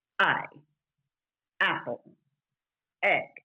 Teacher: on a vowel or diphthong, instead of keeping the back of the throat open, we can pop or have a stop · Term: glottal stop